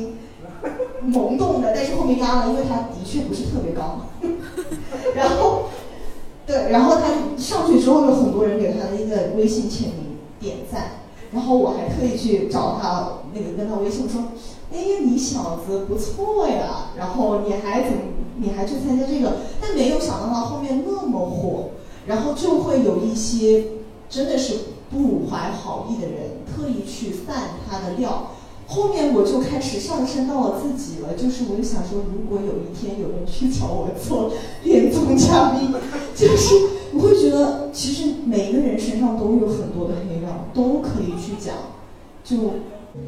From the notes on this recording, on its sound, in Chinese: 邀请朋友和观众们一起录制的播客节目